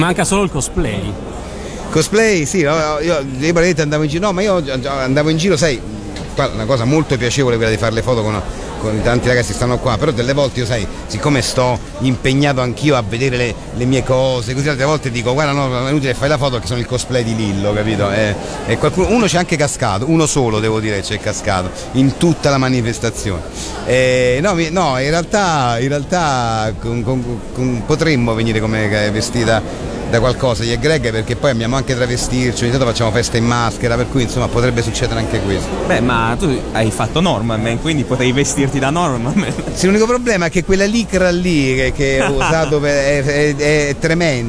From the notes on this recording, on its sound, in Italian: intervistato a Lucca Comics & Games 2013